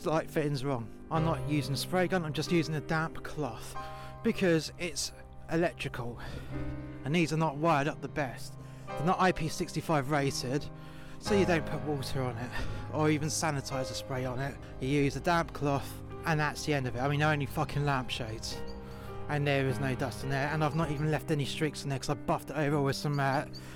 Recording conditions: outdoors